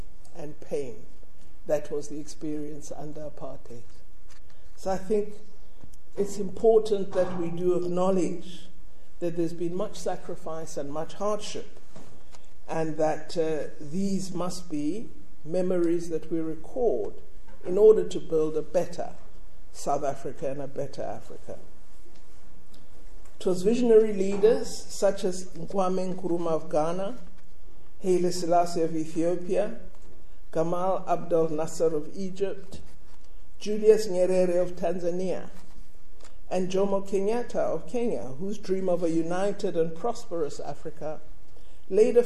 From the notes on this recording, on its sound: delivered a Public Lecture at UCT